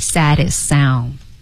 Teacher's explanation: saddest 都没有发出来，saddestsound，对，就跟后面那个 sound 一并合成进行了连读